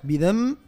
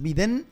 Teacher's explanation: النون تتنح تماما تستبدل بميم · Shown in: first take · Term: قلاب